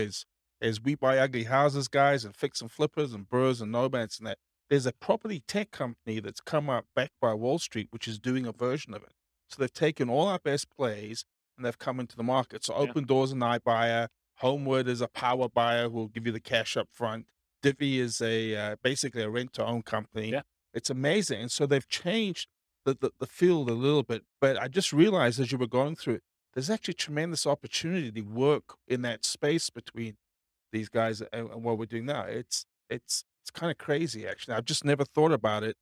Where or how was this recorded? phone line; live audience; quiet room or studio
live audience